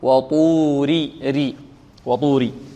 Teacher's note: الراء مرققة. لماذا مرققة؟ لأنها مكسورة.